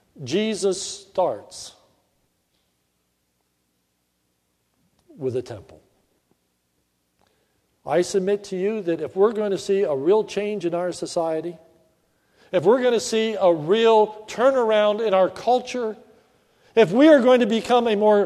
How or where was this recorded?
large echoing room